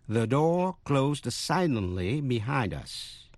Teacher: Động từ to close, C-L-O-S-E, là đóng, cũng đọc với âm z.